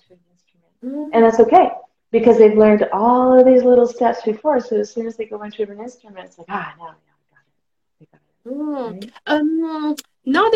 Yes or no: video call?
yes